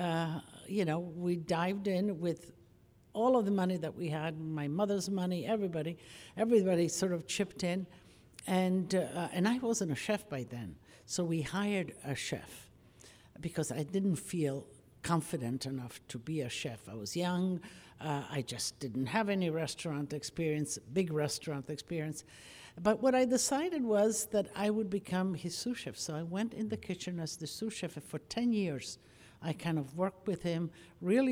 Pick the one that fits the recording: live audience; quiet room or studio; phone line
live audience